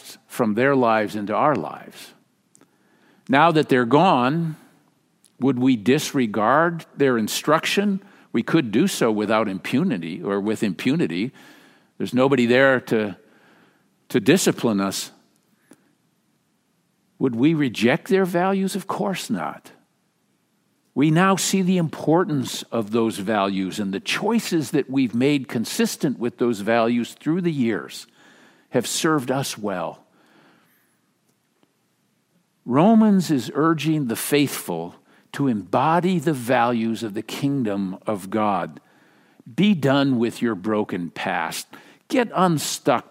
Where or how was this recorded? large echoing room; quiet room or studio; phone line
large echoing room